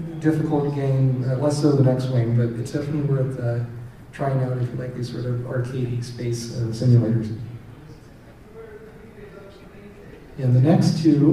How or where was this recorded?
busy venue